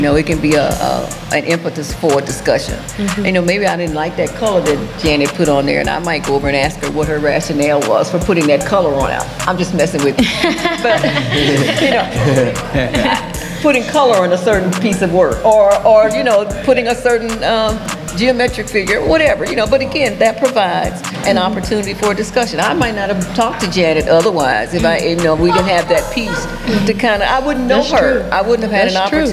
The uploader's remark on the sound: Recorded April 15, 2023, on site at The Griot Museum during COUNTERPUBLIC opening activities.